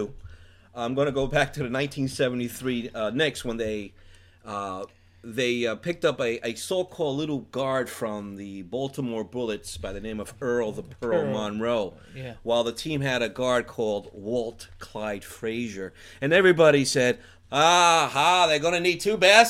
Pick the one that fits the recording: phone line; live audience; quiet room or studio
quiet room or studio